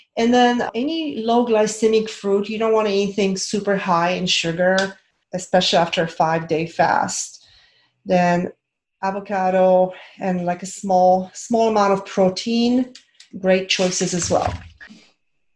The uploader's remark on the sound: This is a replay from a zoom call